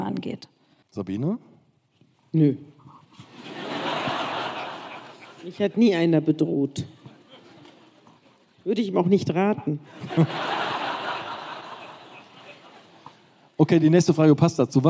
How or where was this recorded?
live audience